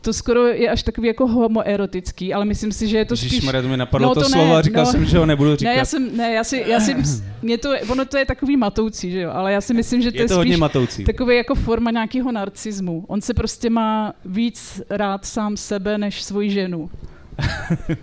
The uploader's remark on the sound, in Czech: Speciální festivalový díl TL;DR jste mohli slyšet živě na festivalu Beseda u Bigbítu v Tasově. Speciální festivalový díl TL;DR jste mohli slyšet živě na festivalu Beseda u Bigbítu v Tasově.